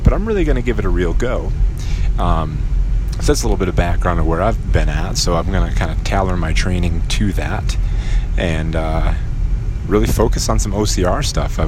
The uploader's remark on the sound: While I drive around town